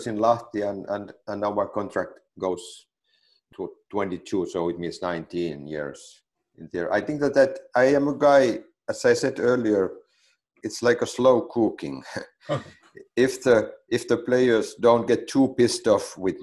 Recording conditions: video call